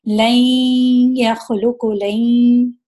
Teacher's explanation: یا جو ہے اس میں دیکھیں نون کی آواز ہم نے تھوڑی چھپا دی ہے، لین یا خلوق و لین، اس کو لائی کر کے نہیں پڑھے۔